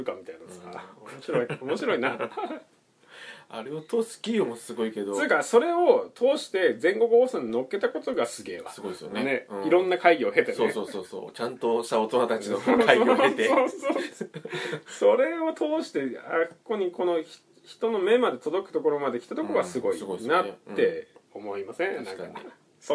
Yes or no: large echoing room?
no